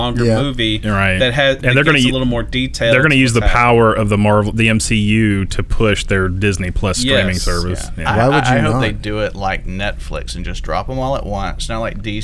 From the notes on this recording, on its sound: This week we are live at Starbase 1552 Comics.